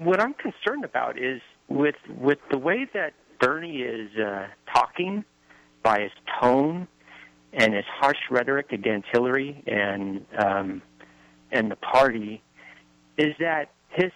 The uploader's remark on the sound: joined by callers